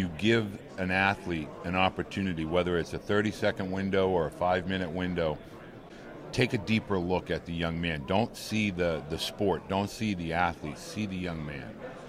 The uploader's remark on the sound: Last week, we set up shop on podcast row at the 80th annual American Baseball Coaches Association Conference in Dallas.